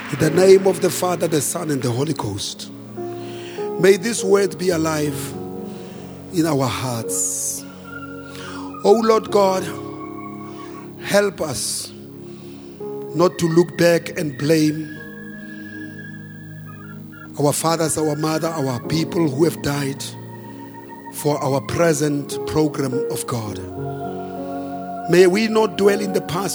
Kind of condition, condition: setting, large echoing room